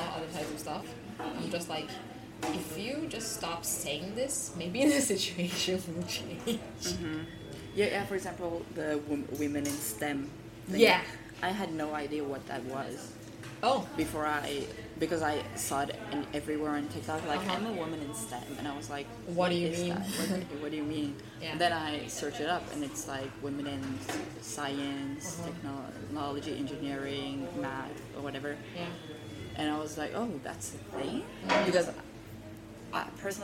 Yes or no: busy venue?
yes